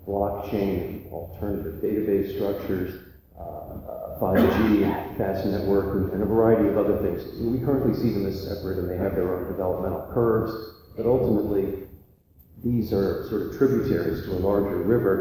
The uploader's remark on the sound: This is a low fidelity audio recording of the panel. At SXSW in Austin, Texas as part of the IEEE Tech for Humanity Series.